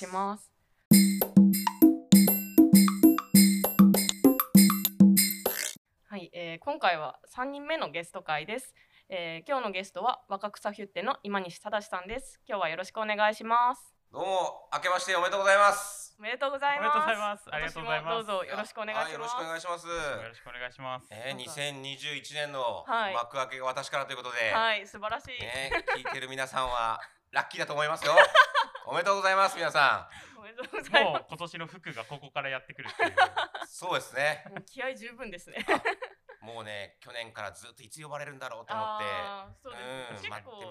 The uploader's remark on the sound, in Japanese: はじめてのオフライン収録につき、音声が小さめです。ごめんなさい！！